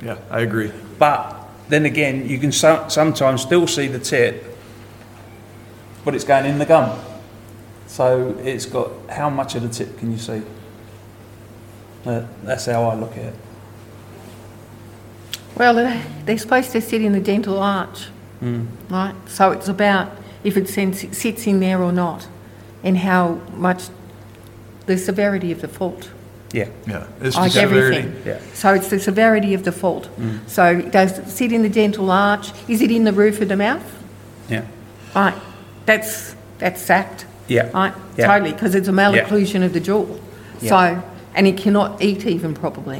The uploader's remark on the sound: Our first ever live podcast recording.